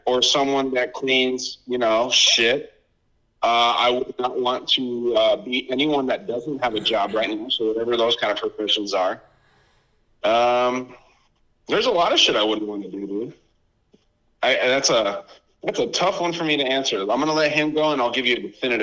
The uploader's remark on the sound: A COUPLE GUYS WHO I HAD THE PLEASURE GETTING DRUNK WITH OVER PHONE AND TALK ABOUT CONSPIRACIES THEORIES.